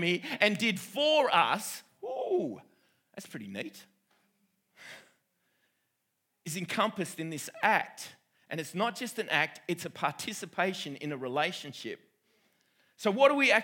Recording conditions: live audience